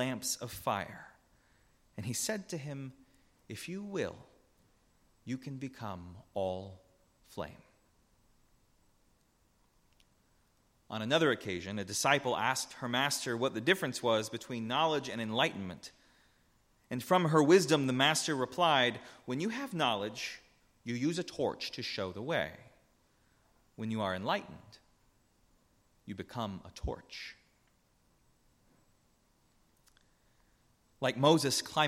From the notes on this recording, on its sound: A Transfiguration Sunday sermon. Preached at Northminster Church on March 3, 2019.